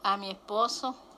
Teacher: ella cambia la S de esposo por la J · Term: síncopa de elisión